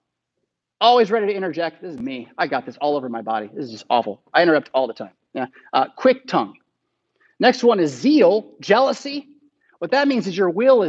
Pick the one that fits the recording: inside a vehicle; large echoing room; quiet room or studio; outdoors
large echoing room